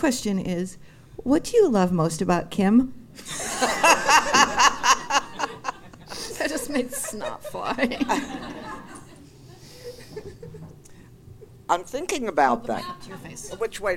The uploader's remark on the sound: LIVE FROM NEW YORK! It's our first live show! At CaveatNYC!